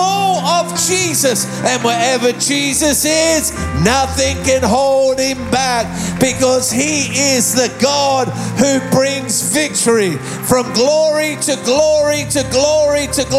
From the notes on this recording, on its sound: Recorded live at Planetshakers Church (Melbourne).